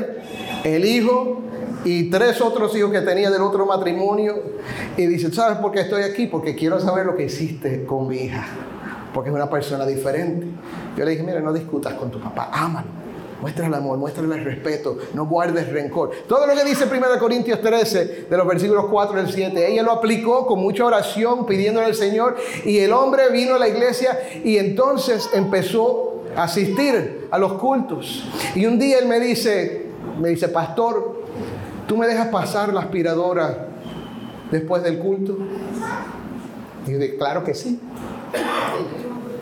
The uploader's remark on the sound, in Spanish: la segunda parte del audio de una reciente conferencia de pastores